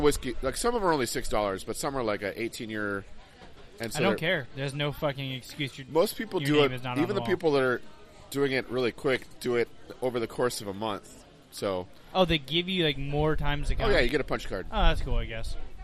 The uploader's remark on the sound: Live from Shanahans. This week we are live from a new Irish Pub called Shanahans and we're sorry in advance for the windy audio.